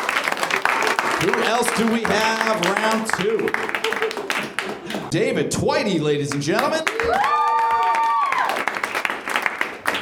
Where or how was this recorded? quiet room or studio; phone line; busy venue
busy venue